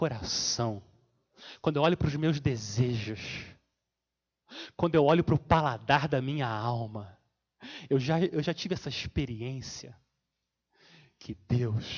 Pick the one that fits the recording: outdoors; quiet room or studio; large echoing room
large echoing room